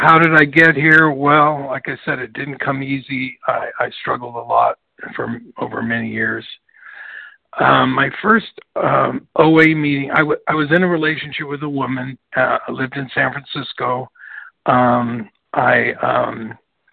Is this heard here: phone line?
yes